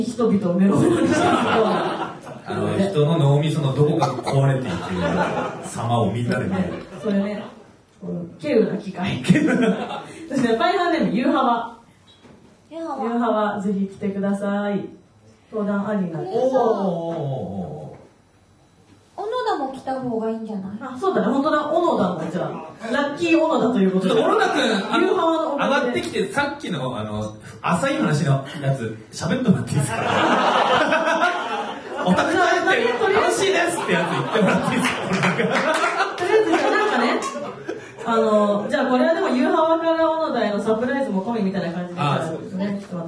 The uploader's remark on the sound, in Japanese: 今週は100回突破記念公開収録の模様をお届け！